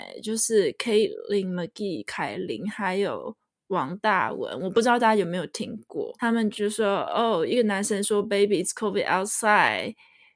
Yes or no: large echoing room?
no